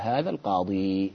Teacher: الأفصح والأكثر فيها أن تثبت الياء تقف عليها تقول هذا القاضي بإثبات الياء المعرف بأل ليس المنون أو سلمت